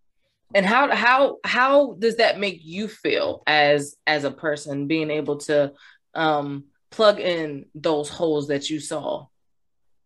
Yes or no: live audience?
no